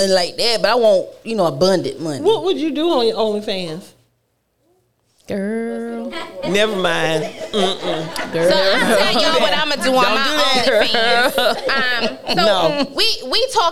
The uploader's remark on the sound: WE LIVE AND OUTSIDE!!!!! Tune in as they interact with the live audience.